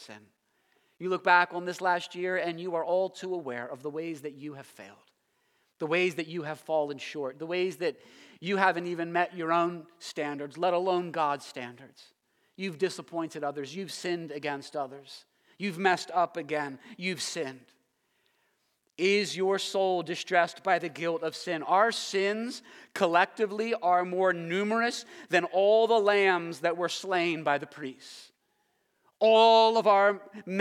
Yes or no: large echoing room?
yes